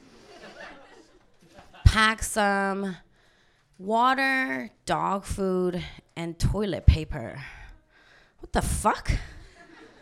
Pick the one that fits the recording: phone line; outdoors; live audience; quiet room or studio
live audience